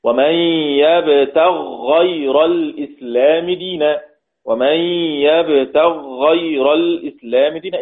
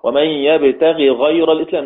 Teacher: يقرأ السوسي بوجه آخر وهو الإظهار. إظهار: ومن يبتغي غير الإسلام، زي حفص مثل باقي القراء.